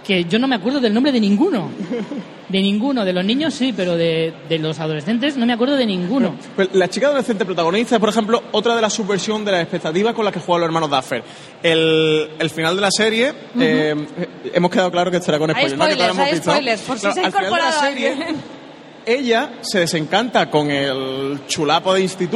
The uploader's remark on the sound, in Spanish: En directo desde VGCómic